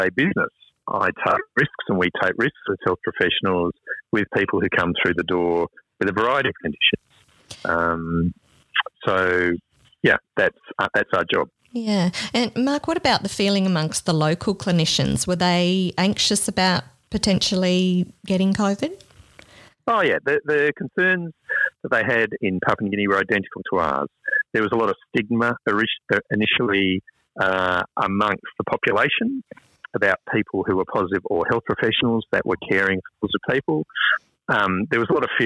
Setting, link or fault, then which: link, phone line